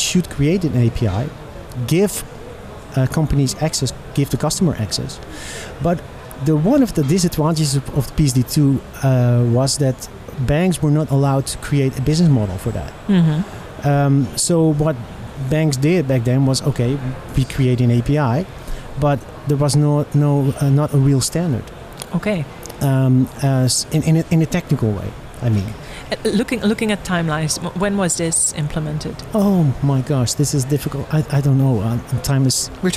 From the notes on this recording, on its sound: This podcast was recorded live at Money 20/20 Europe in Amsterdam.